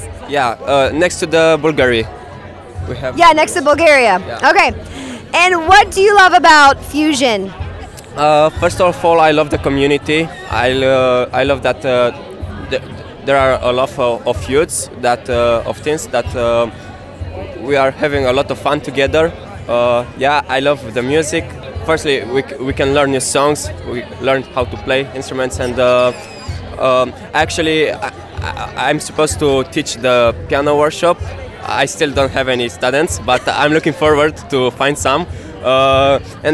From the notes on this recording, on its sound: While at Fusiondary, I walked around with a microphone and recorded what some attendees had to say. I talked to people from seven different countries.